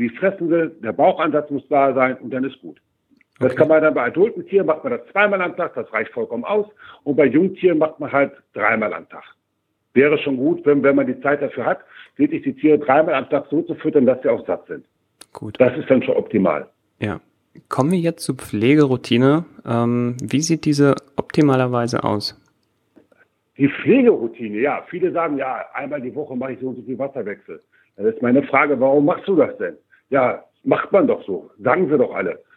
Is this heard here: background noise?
no